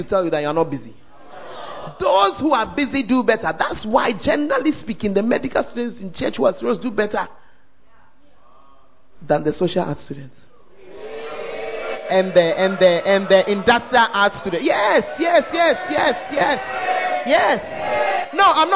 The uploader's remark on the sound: Preached At The 100s and 200s Camp